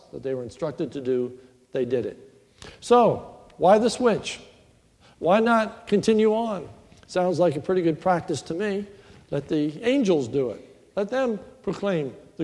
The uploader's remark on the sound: This is a sermon recorded at Lebanon Bible Fellowship Church in Lebanon , PA. During the morning service.